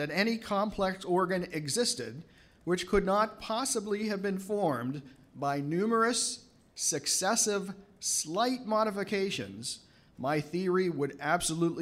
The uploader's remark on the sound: At Franciscan University. Speaks at the Science and Faith conference.